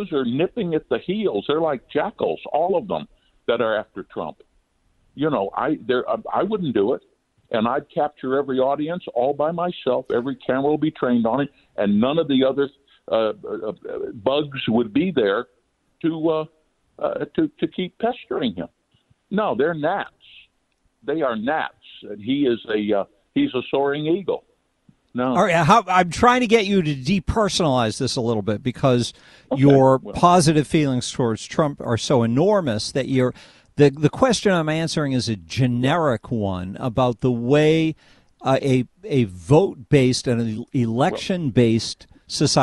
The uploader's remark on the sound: Then, we take phone calls.